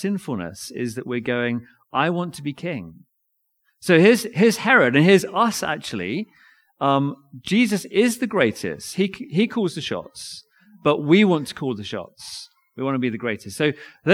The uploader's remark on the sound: Recorded audio of reading & sermon at Nativity service Binscombe Church 17th December 2023